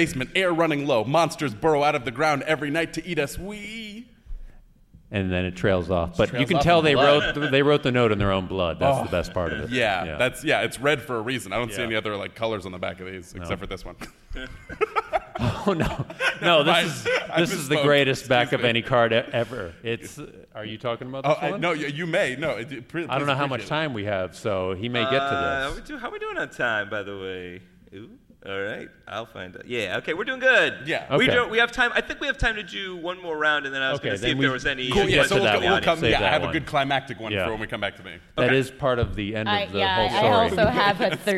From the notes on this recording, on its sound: Recorded live at a lovely library several blocks away from San Diego Comic-Con 2016! The show was recorded with TWO different audio devices for ONE audience member.